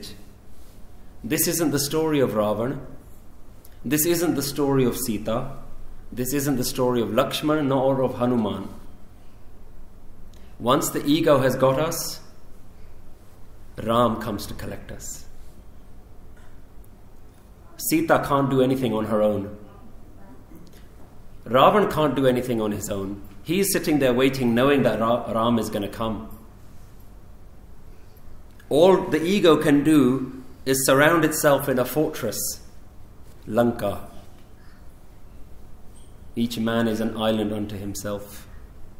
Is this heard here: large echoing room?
yes